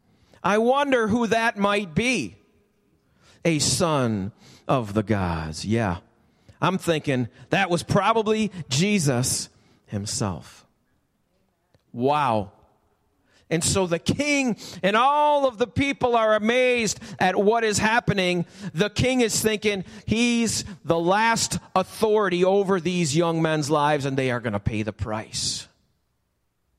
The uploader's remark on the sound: Recorded live at the Alabama Full Gospel Fellowship church. Alabama Full Gospel Fellowship, 5329 Gravel Rd., Medina, New York 14103.